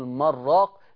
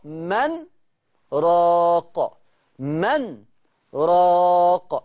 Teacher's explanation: يعني إيه سكت؟ يعني السكتة اللي هتعملها على النون خلتني أفصل النون عن الراء · Shown in: second take